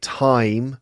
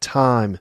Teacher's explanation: that diphthong becomes flat · Shown in: second take